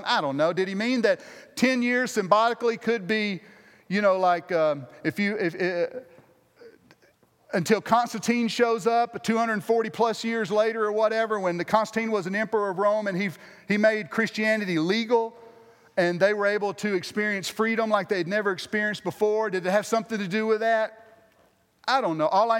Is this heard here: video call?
no